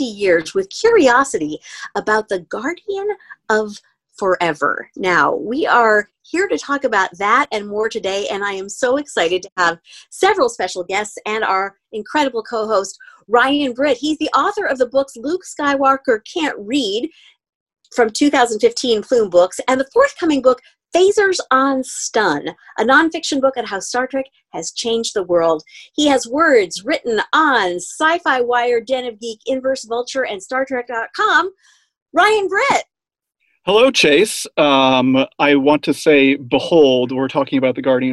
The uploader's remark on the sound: This episode was recorded remotely via Zoom and as such the sound quality may not be up to the usual standards of the podcast taped in the studio.